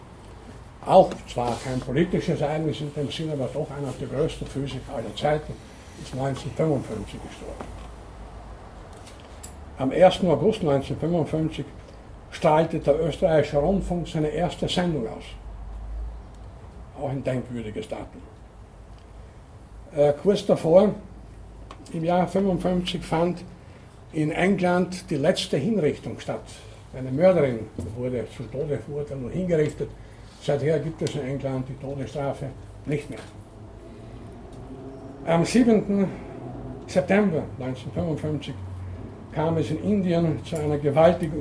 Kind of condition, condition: setting, large echoing room